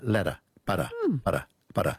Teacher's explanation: All your tongue does is bounce off the roof of your mouth, and it's called a flap in linguistics, because instead of making a real D, it's just this kind of a quick bounce